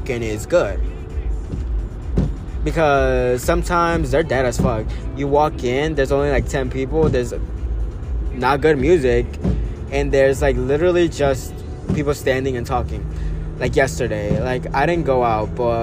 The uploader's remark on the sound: Sorry for the background noice and the constant waze mf telling me directions…